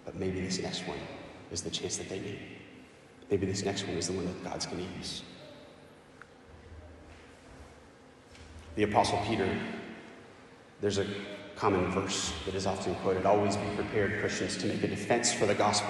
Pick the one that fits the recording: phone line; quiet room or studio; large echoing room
large echoing room